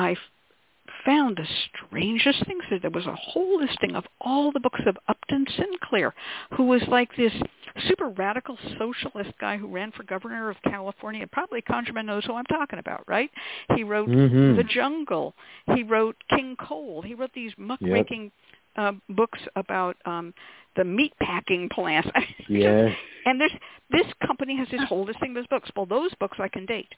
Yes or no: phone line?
yes